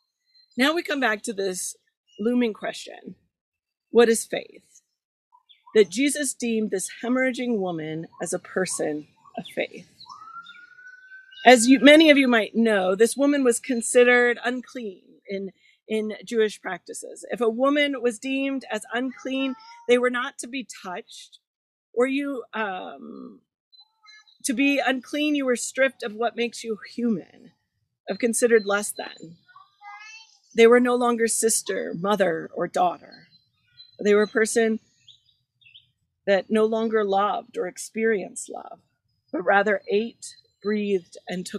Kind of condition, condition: setting, outdoors